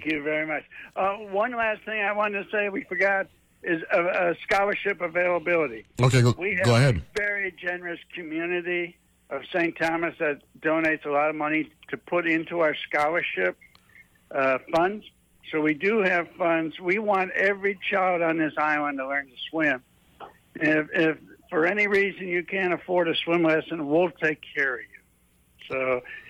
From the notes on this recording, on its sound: joined on the phone